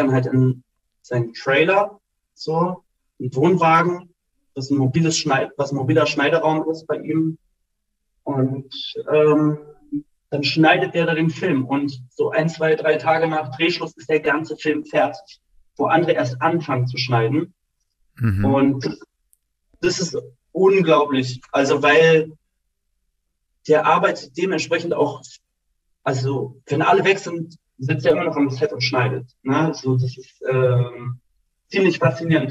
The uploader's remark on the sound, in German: via Zoom gesprochen